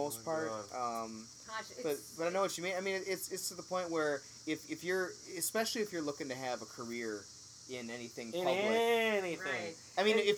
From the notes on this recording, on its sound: A note on the audio: this is actually done on my screen porch outside so you get to enjoy the crickets and wind chimes in their native glory. Also, Im currently using a single mic for all participants.